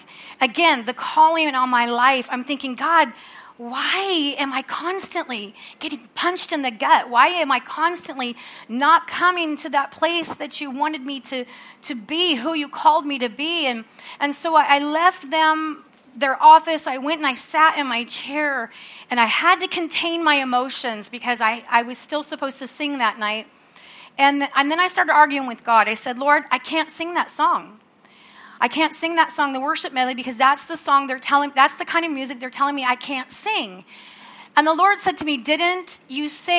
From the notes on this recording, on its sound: From the Sunday service on June 4, 2023 at Harvest Bible Church in Stockton, CA.